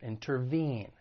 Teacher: the verb has three syllables. The stress is on that third syllable